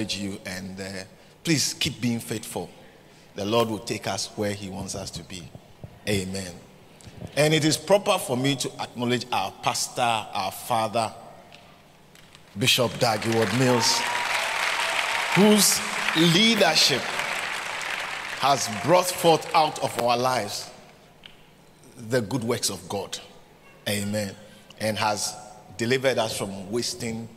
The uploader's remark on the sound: preached at the Catch The Annointing Centre, Sakumono